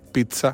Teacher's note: tiene doble Z, se pronuncia TS